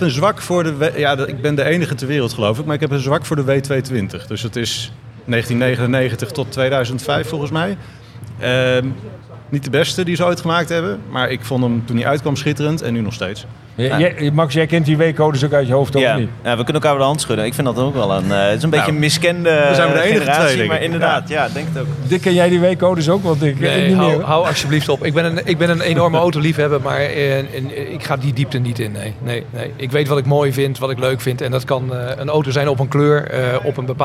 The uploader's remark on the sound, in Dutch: we zenden deze keer live uit vanaf Wheels at the Palace, voorheen bekend als het Concours d'Elegance Soestdijk